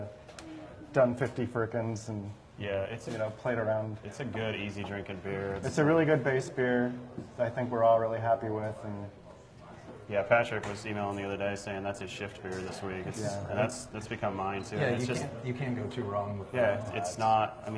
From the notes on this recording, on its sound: Live From Yogi's: Bloomingon Brewers On Indiana Craft Beer.